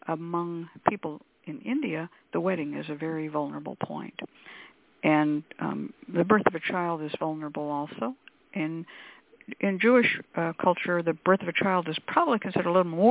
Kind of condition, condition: link, phone line